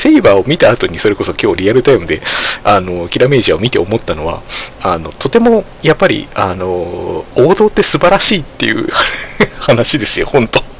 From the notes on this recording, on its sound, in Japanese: From Radiotalk。今回マイクの設定をミスってちょっと音割れがひどいです。